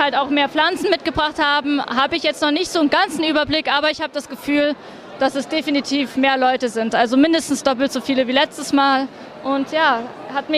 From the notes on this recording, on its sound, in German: Plantstagram auf der Botanika in Hamm. Sieben Stunden haben wir gequatscht und aufgenommen.